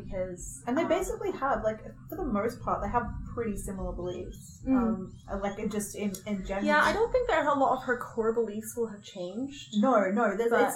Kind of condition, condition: fault, background noise